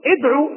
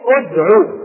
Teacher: لا تقول إدعو إلى سبيل ربك، لا، وإنما تقول أدعو بضم الهمز · Shown in: second take · فيقول: وابدأ بهمز الوصل.